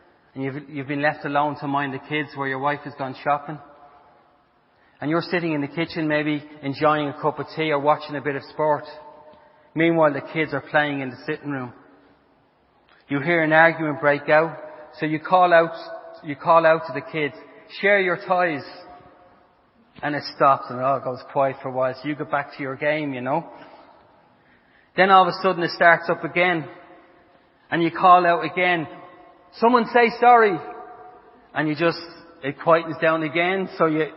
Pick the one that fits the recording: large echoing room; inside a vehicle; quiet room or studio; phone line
large echoing room